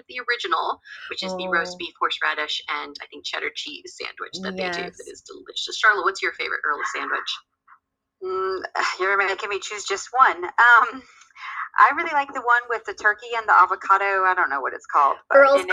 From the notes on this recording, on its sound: We apologize for the sound quality of this episode!